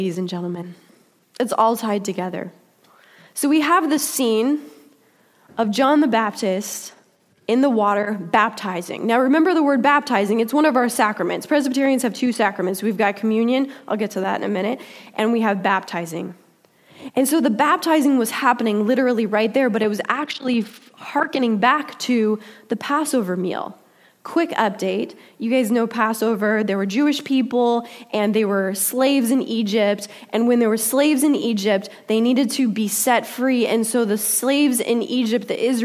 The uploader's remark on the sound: Delivered during the Contemporary Worship service.